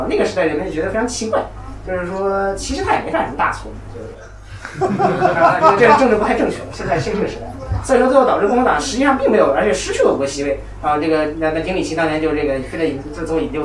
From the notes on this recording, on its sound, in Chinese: 七月初，《选·美》在北京举行了一场线下活动。录音由观众提供，品质不佳，见谅。